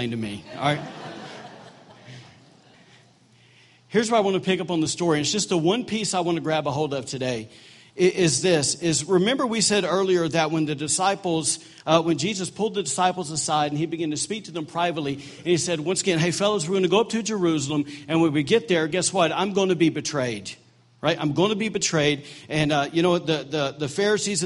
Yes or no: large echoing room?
yes